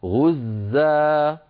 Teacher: مد عوض بمقدار حركتين، نعوض عن تنوين النصب بألف تمد وقفا